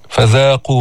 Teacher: فذاقوا، ما تطلع لسانك كتير بالذال، ذال من الحروف اللثوية، نعم تخرج من طرف اللسان مع أطراف الثنايا الأسنان العليا، فيها جهر فيها رخاوة، حرف مستفل ما فيه تفخيم وهو منفتح ما فيه إطباق.